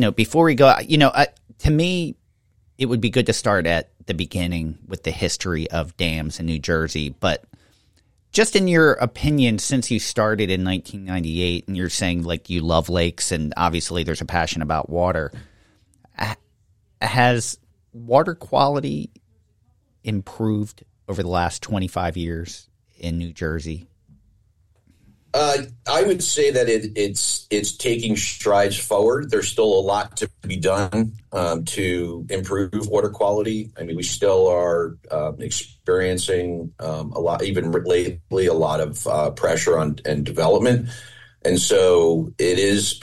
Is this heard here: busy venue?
no